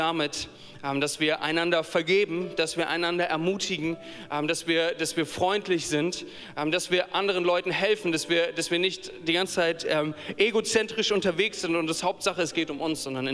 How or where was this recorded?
live audience